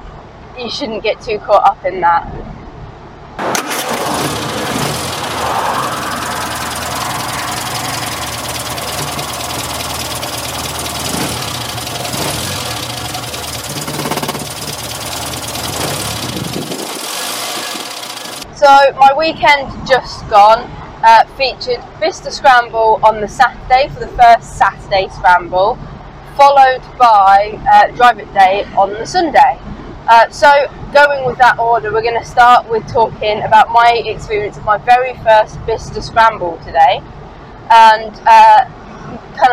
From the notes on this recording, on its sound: all recorded from my 1968 Morris Minor, Peggy